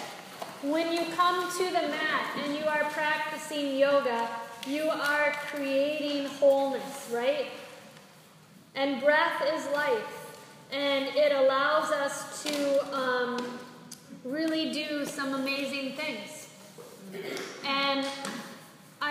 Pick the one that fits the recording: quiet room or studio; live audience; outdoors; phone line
live audience